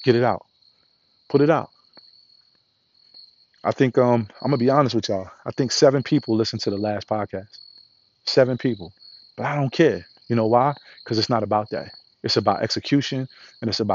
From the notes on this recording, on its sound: Walk & Talk.